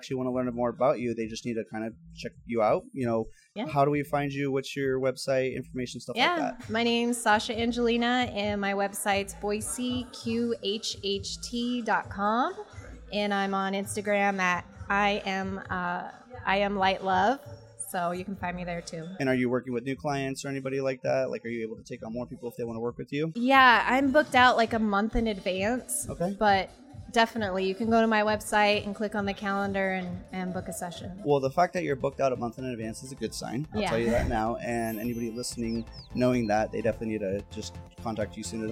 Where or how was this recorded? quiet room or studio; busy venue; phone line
busy venue